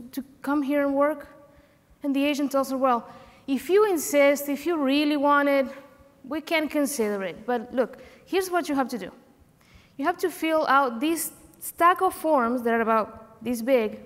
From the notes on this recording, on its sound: Recorded live at OCON 2023.